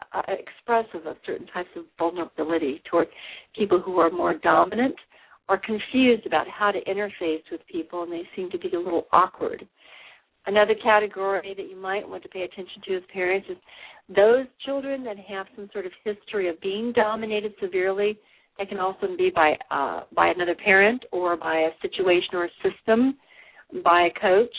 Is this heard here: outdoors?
no